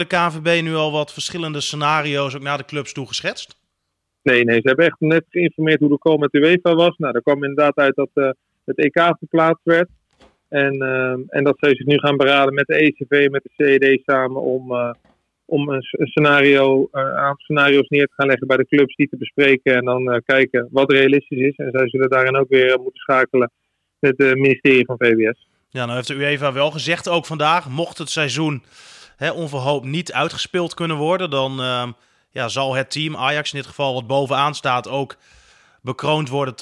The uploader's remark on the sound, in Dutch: Gaat telefonisch in gesprek. Het stadion is leeg.